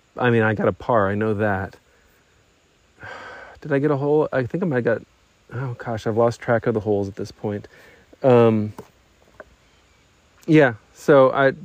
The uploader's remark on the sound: I played a round by myself at Lake Shore DGC and every once in a while I recorded some thoughts